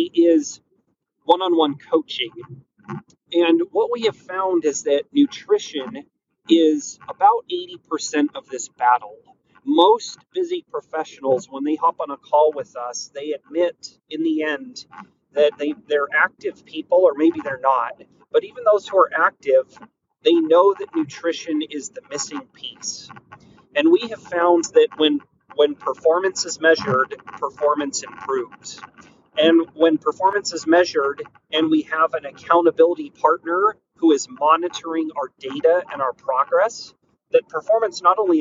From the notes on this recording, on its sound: Sorry about the background noise.